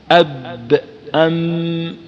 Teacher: الباء والميم مع اطباق الشفتين اب ام، لكن بانطباق اكثر عند الباء لما فيها من الجهر، لما فيها من الجهر.